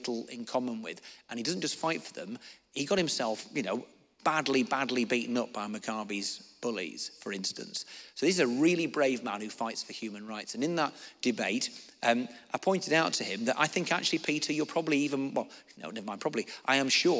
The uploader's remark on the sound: answered questions from the audience